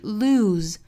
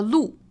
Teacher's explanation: se 对应的是浊辅音的 z 的发音 · Shown in: first take